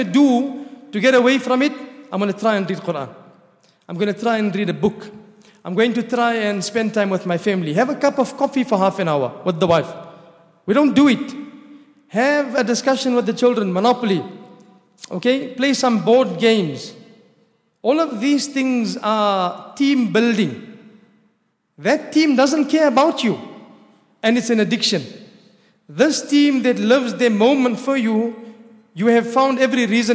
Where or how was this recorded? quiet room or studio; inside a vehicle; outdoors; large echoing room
large echoing room